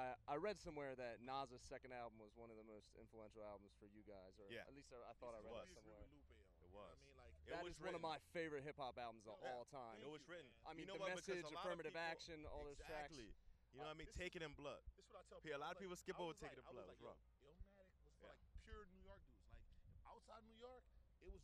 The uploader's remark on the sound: Interview at Bonnaroo Music and Arts Festival